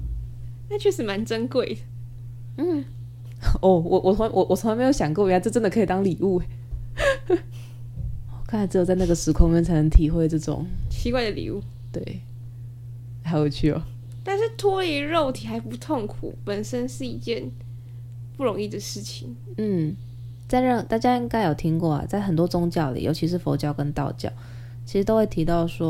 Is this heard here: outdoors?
no